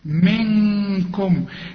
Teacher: هنا في غنة لازم، النون اللي بعدها كاف، والكاف من حروف الإخفاء، غن هنا